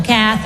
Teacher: Okay, Kathy. So the emphasis is on the first syllable, Kathy.